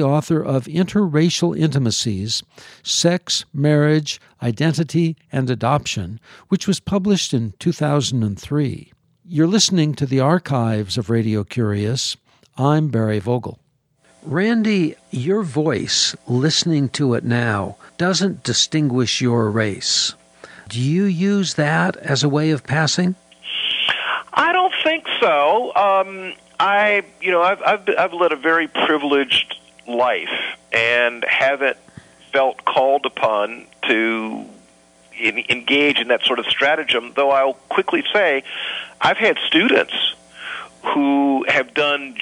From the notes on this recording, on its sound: visited by phone